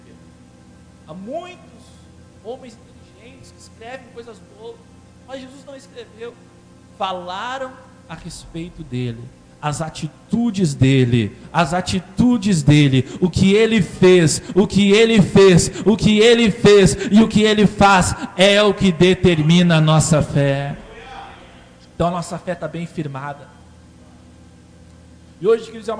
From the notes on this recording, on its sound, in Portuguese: Esta mensagem foi gravada na Quadrangular Liberdade no dia 26 de abril durante o culto de Celebração.